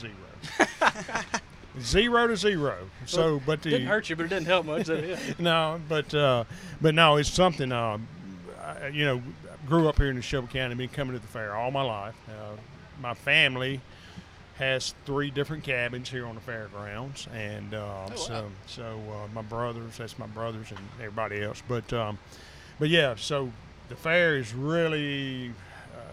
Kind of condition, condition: setting, busy venue